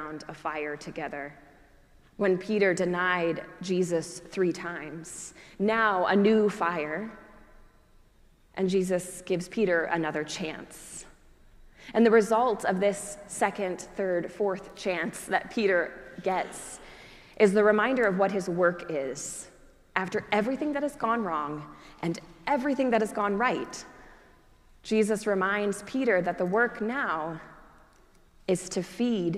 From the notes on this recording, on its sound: preached at our celebration of the Holy Eucharist on the Third Sunday after Easter